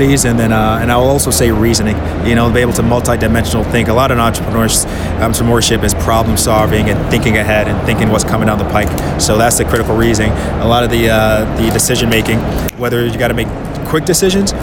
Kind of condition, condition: setting, busy venue